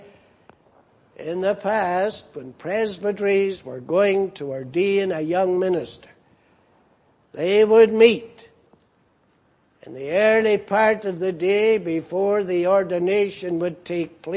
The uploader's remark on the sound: Preached in Grafton. At the Lord's Day Morning service on 10th December, 2017.